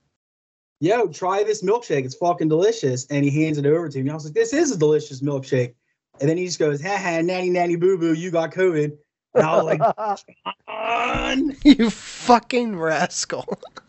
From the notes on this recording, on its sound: LOCKDOWN ISOLATION EPISODE. Skype episode this week.